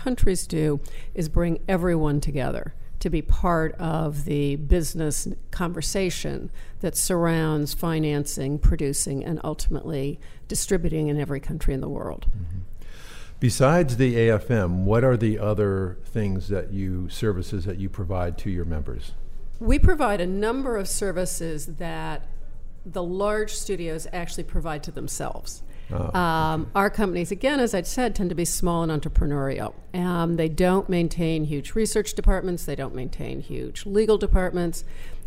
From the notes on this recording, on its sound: Broadcast LIVE form the American Film Market! Over 8,000 industry leaders converge in Santa Monica for eight days of deal-making, screenings, seminars, networking and parties.